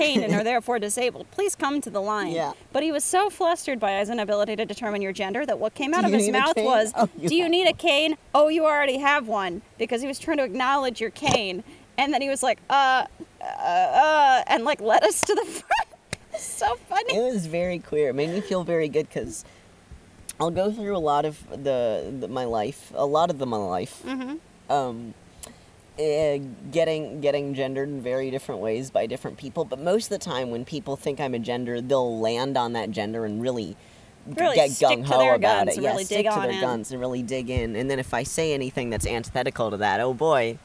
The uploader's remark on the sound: are in Canada, recording in the woods!